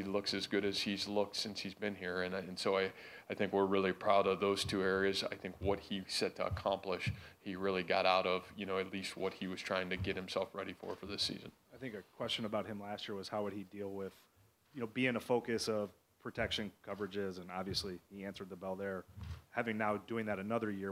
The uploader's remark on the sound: football media day press conference